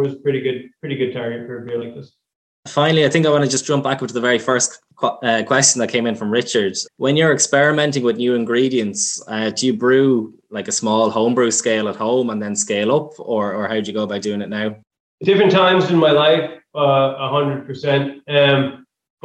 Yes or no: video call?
yes